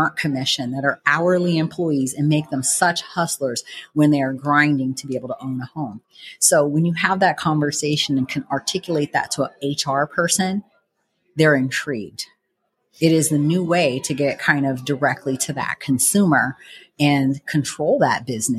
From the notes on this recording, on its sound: Sat down in person with Las Vegas-based sales manager at loanDepot. At our recent HousingWire Annual conference.